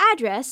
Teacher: If it's on the first syllable, like address, the word is a noun. · Term: stress